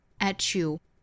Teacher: 跟前面做连读同化呢就是一个 t 读成 ch